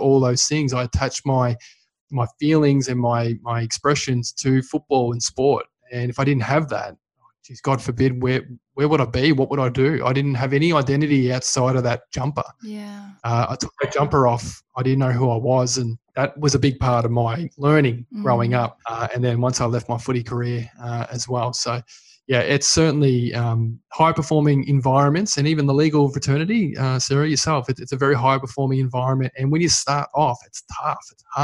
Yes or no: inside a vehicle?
no